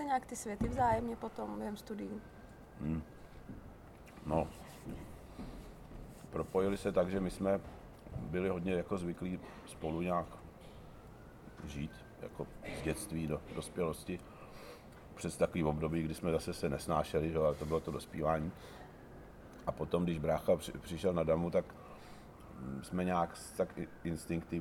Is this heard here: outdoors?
yes